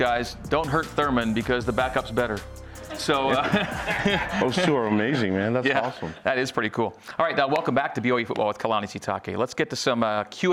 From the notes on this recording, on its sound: A live audience in Studio C.